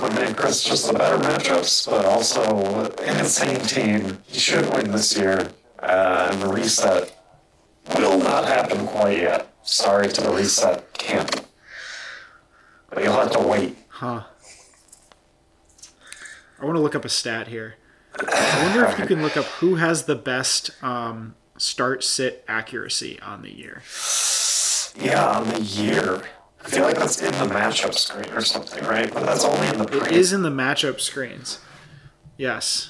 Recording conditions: poor sound quality